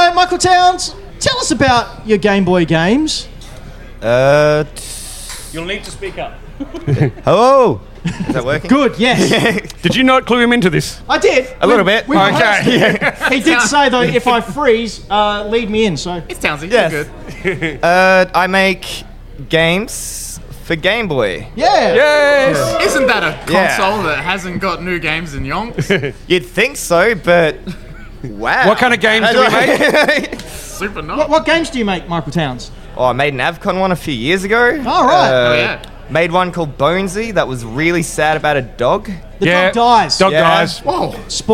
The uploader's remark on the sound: LIVE SHOW PART 1. LIVE at the Flipside Barcade.